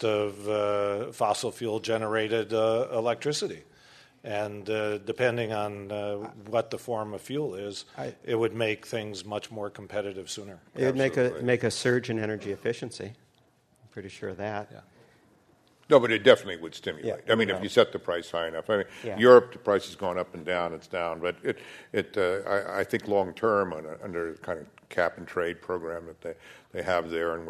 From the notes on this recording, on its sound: This program was recorded in front of a live audience at the Commonwealth Club of California on January 12, 2010.